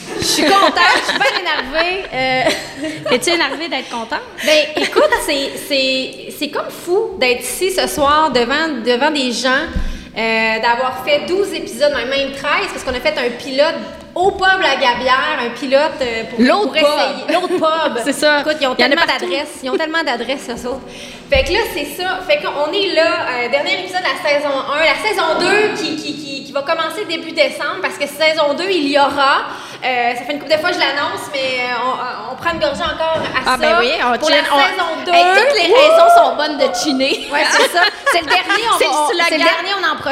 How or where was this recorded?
live audience